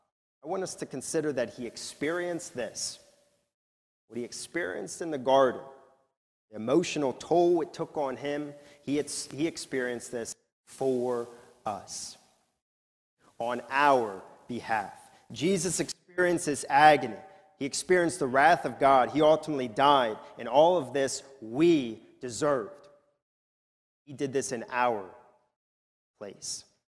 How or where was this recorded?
large echoing room